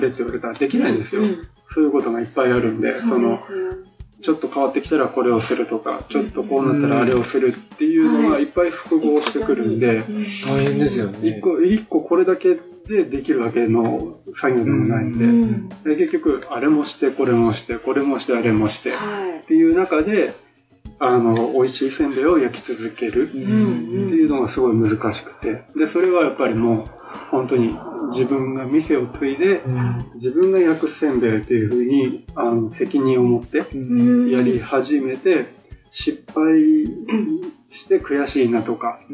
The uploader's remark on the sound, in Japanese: 南部せんべいの老舗 おいらせ町の「川越せんべい店」にお邪魔して出張収録！ただ、機材トラブルがあり、PC直接収録の為かなり音質が悪いです。。。更に、別録りしていたはずのエンディングトークデータが消えてしまいました。。。